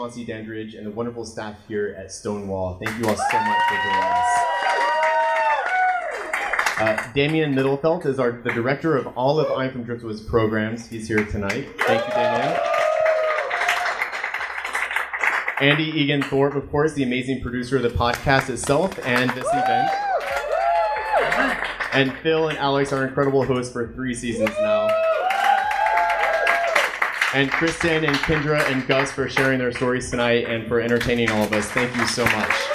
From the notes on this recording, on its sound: Recorded live at the historic Stonewall Inn in Greenwich Village.